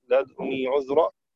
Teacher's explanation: وشعبة بإسكان الدال مع إشمامها الضم وتخفيف النون